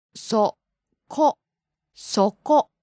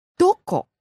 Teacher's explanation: the words that just describe locations, here, there, and over there, they start low and go high in intonation · Shown in: first take